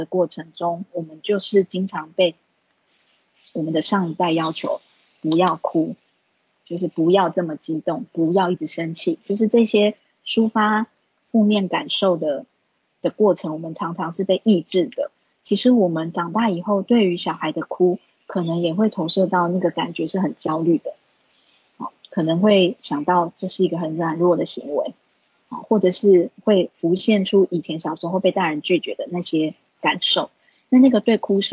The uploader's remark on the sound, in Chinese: 講座錄音。此為線上課程錄音檔！